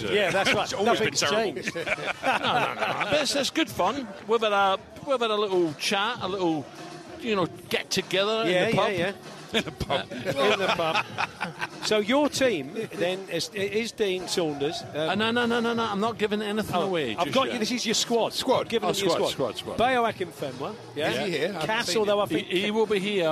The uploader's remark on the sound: Live at the talkSPORT Trophy five aside match which ended in dramatic fashion!